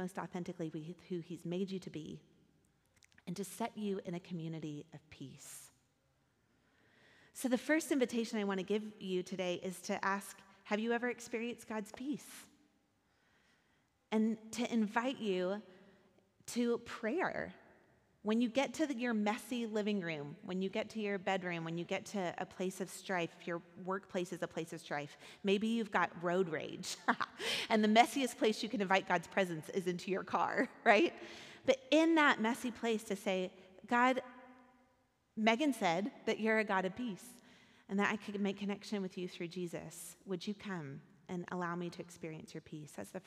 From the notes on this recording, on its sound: Recorded at our Sunday gathering on December 10, 2023 in Port Orchard WA.